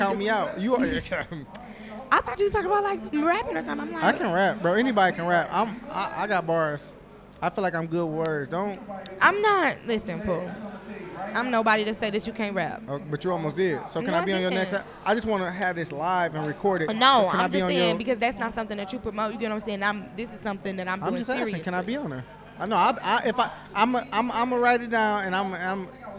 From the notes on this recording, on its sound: We did a live taping. Comedy special "No Funny Business".